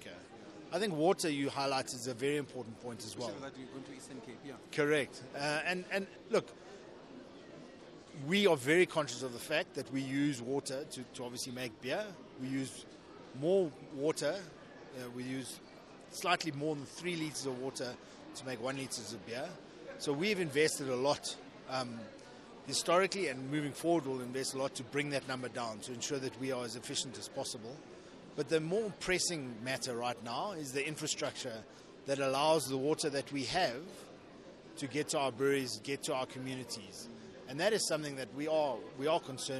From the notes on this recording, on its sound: Speaking on the margins of the 5th South Africa Investment Conference in Johannesberg